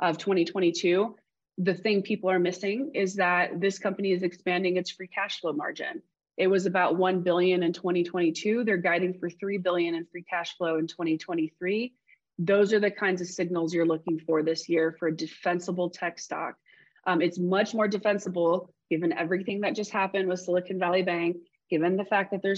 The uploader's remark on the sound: This special episode is an excerpt from the full webinar.